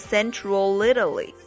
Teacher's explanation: debris and frozen on the time 3:36 a.m.最后一句话中呢有一个词组，就是这个 CentralItaly，可能很多同学在读的时候会感觉有一点吃力，因为这个 Central 它是一个 L 结尾的，这个 L 呢可以跟这个下一个这个元音开头的这个 Italy 开始拼读